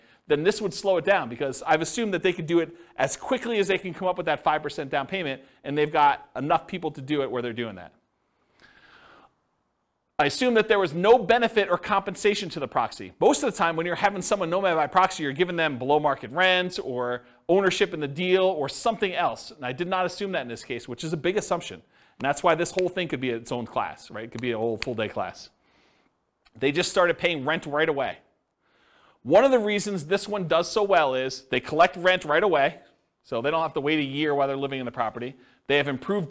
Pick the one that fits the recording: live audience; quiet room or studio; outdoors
live audience